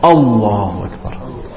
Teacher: Very important that we make the hamza only one haraka.